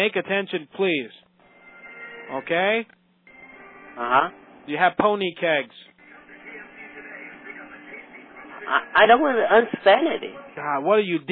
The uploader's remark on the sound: Prank Phone Calls